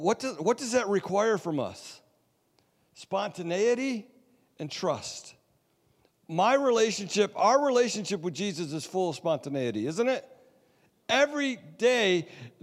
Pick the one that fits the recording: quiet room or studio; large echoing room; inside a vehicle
large echoing room